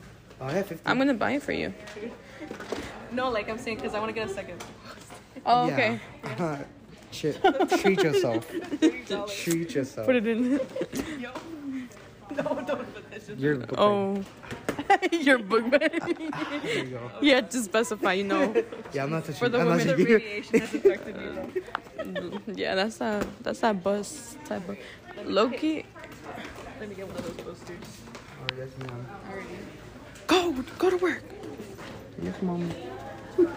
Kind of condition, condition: setting, busy venue